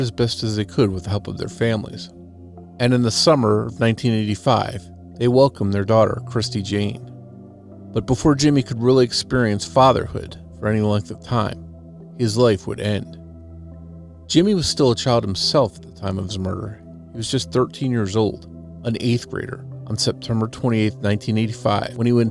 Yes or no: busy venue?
no